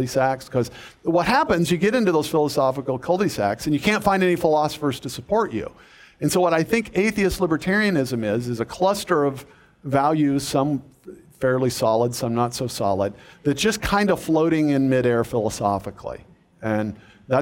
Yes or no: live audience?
yes